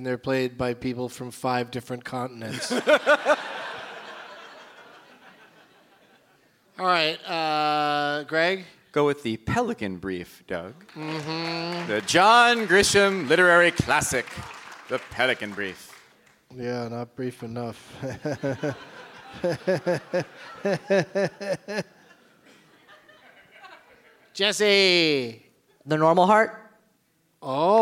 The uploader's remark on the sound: Live from the Gramercy Theatre in New York City